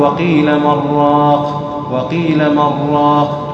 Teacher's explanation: أما في الإدغام تقول: وقيل من راق، وقيل من راق، تشدد الراء وتواصل